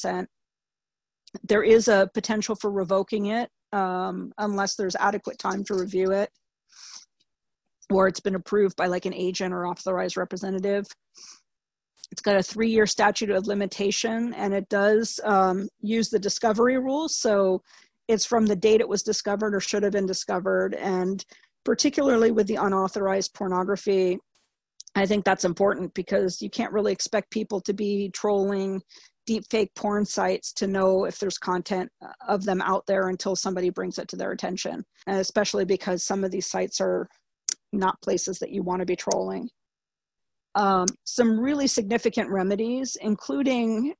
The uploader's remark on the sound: Please note that the audio was recorded over a Zoom webinar and may have some playback issues.